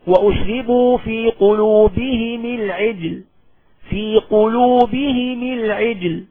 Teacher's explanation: أبو عمرو يقرأ بكسر الميم مناسبة لكسر الهاء